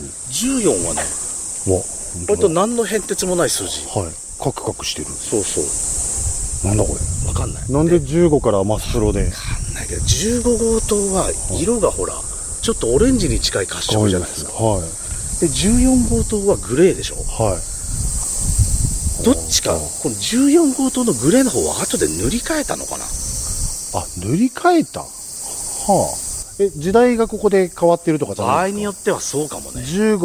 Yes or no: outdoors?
yes